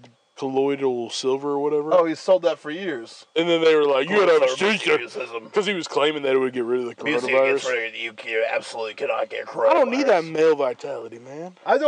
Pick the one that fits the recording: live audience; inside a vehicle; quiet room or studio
inside a vehicle